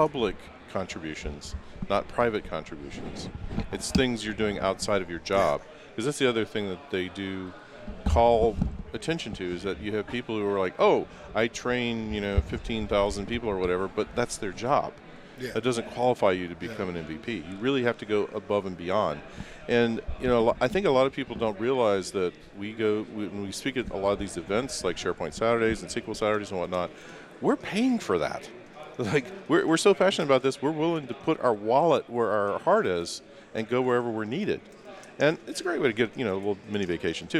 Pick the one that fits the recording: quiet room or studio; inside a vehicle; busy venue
busy venue